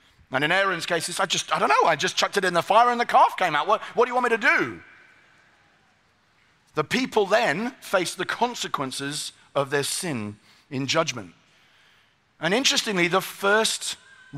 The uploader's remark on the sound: Today’s episode features a keynote message from TGC’s 2023 conference.